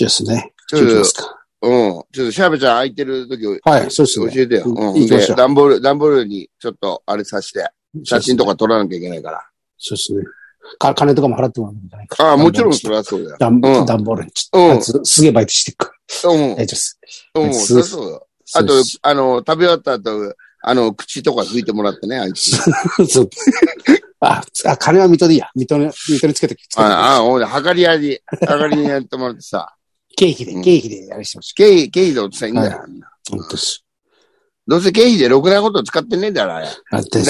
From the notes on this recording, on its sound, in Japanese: ZOOMで収録